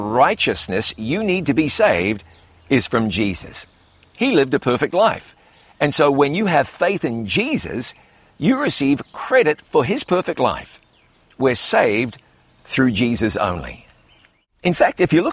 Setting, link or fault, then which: setting, outdoors